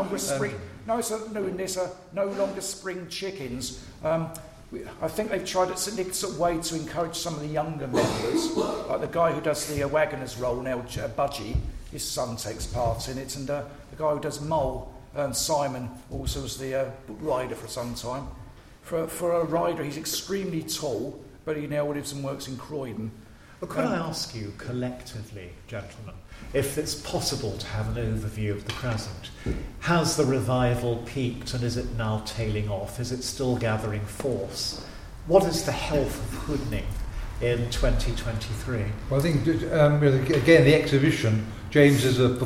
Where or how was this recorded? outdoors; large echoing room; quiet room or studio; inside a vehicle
large echoing room